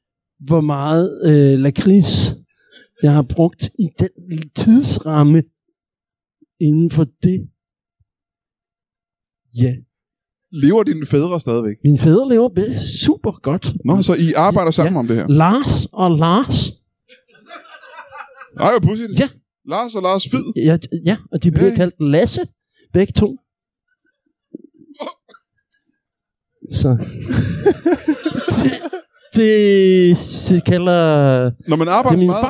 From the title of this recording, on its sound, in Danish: LIVE fra Ramsømagle